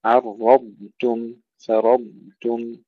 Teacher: ولا جناح عليكم فيما عرضتم، كلمة عرضتم هنا وفي الآية التي بعدها فرضتم، ننتبه إلى تفخيم الراء أولا واستطالة الضاد مع تفخيمها وإظهارها، ثم ترقيق التاء